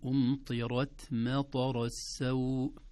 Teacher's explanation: نقول التي أمطرت مطر السوء، والحرف الساكن المهموس قبله حركة وحركة، يعني قبله طاء متحركة وراء متحركة وبعده ثلاث حركات، فدائما الحركات المتتابعة الكثيرة تشوش على الحرف الساكن يحتاج إلى عناية. إذن نفخم الراء في أمطرت ونهمس التاء دون مبالغة ودون قلقلة · Term: تفخيم الراء